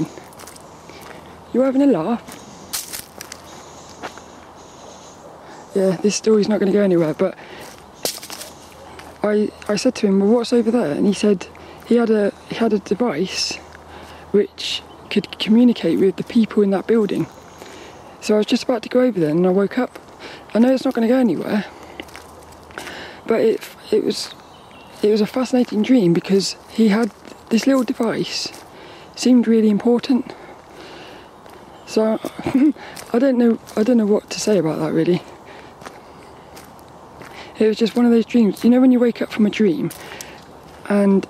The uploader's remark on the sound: I recorded this one down Saltrum, the local woods, and not only were quite a few people were out walking their lil doggies which makes for some fun social moments. I had all my camera settings wrong.